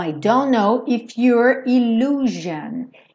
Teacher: você termina, ó, com a língua enrolada lá do R